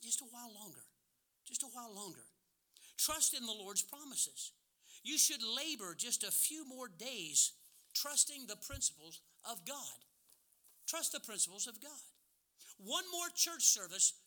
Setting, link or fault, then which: setting, large echoing room